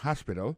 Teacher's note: accent tombe sur le premier syllabe, il y a trois syllabes